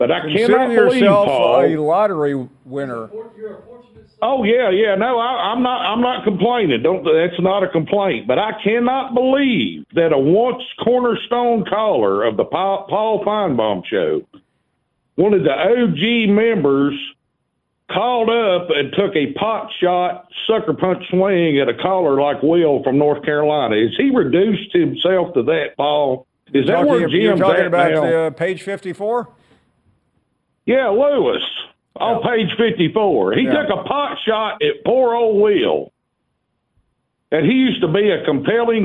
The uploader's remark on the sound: we continue with more of your phone calls